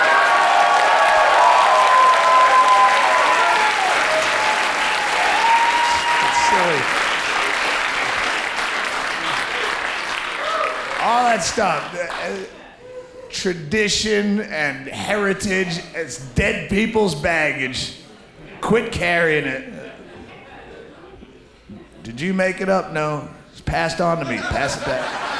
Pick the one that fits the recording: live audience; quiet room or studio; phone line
live audience